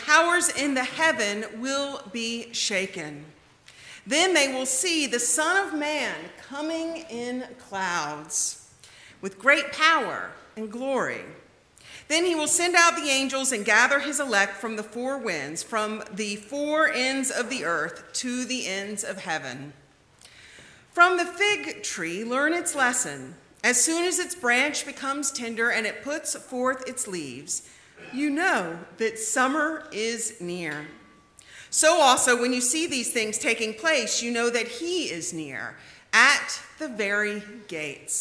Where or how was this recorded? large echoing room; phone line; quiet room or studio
large echoing room